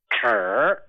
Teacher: 念这个字的时候一定是齿音，牙齿发的音